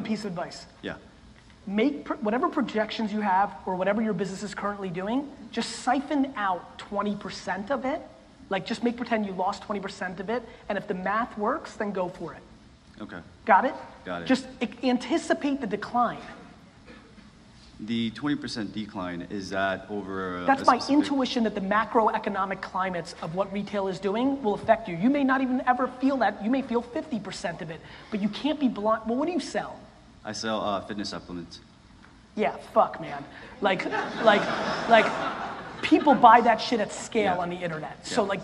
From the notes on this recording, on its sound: For this episode we go back to the Relentless Keynote I did in Los Angeles in 2017.